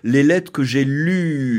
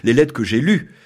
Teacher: Que j'ai lu avec une voyelle un peu longue. Régionalement, on peut avoir une voyelle longue au féminin. · Shown in: first take